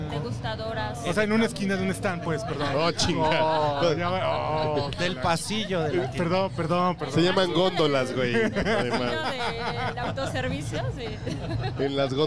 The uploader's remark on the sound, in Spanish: La semana pasada grabamos desde el mágico mundo de las expos en Expo Publicitas 2019, en el stand de Output Podcast presentado por RØDE Microphones.